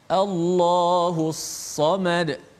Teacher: alif lam syamsiah lam itu terus dimasukkan ke dalam sa' secara total